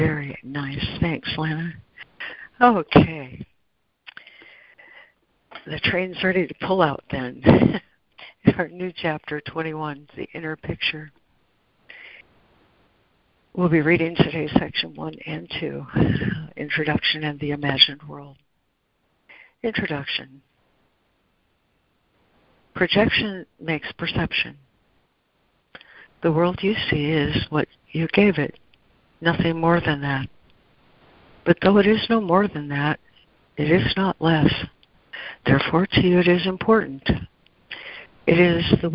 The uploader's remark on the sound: ACIM Daily Conference Call